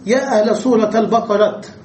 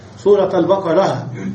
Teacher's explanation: وقف عليها بالتاء، والمشهور الكثير فيها أن نقف بالهاء، سورة البقرة بالهاء، ولكن وقف بالتاء.